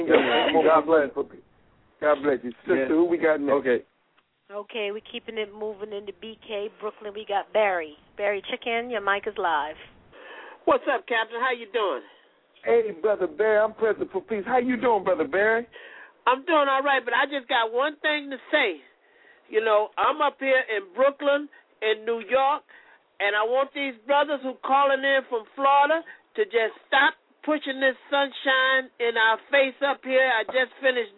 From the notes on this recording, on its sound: Anchored by one of The Keys 107 (Blog Talk Radio) hosts, members call.